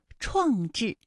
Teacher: 创制，这两个字都是翘舌音，声母分别是吃和之